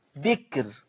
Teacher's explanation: الكاف الساكنة حاجز بين الباء المكسورة والراء المضمومة، فحكم الراء الترقيق قولا واحدة